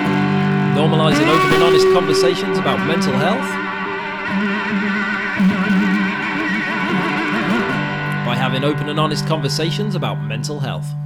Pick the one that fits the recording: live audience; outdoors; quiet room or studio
outdoors